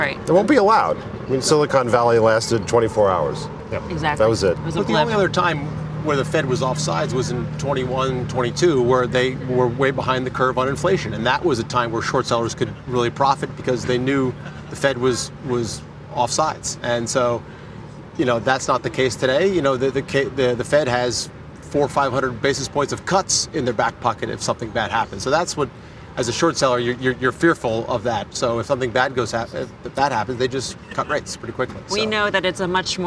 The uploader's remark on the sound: we’re back for a second day at the iConnections Global Alts Conference in Miami Beach